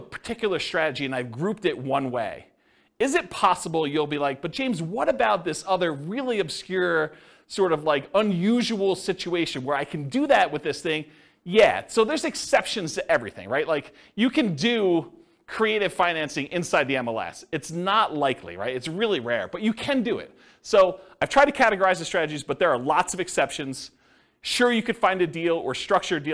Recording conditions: live audience